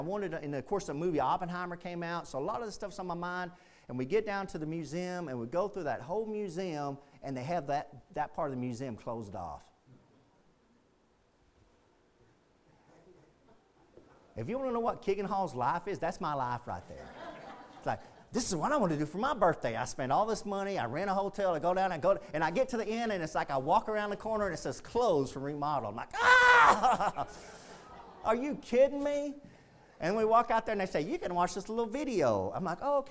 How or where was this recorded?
large echoing room